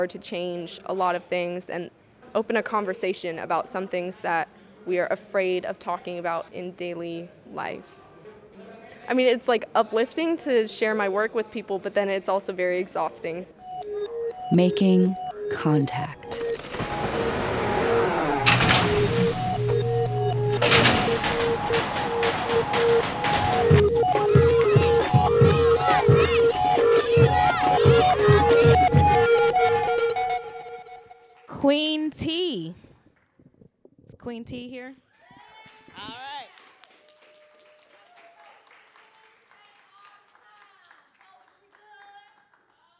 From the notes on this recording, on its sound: Open Mic at the National Poetry Slam. Making Contact partnered with the 2014 National Poetry Slam in Oakland, CA to produce this special open mic.